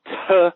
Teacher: that's an aspirated T